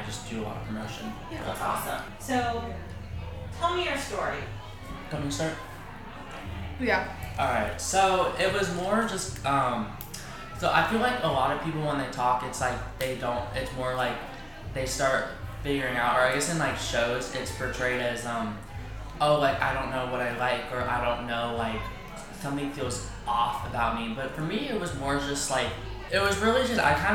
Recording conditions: busy venue